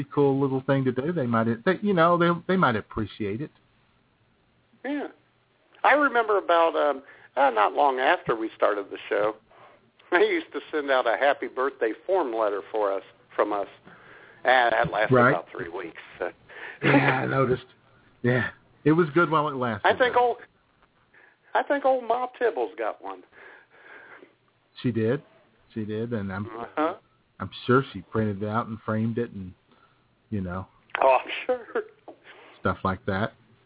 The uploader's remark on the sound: your phone calls